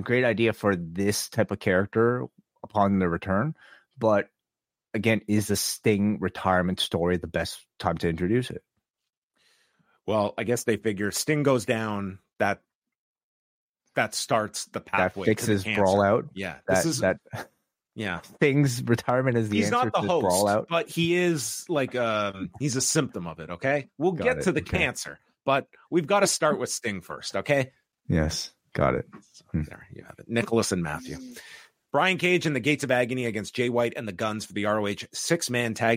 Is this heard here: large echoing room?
no